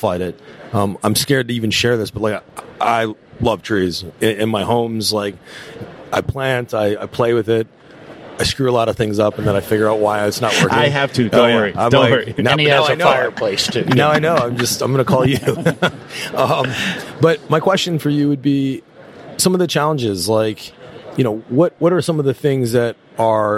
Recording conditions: busy venue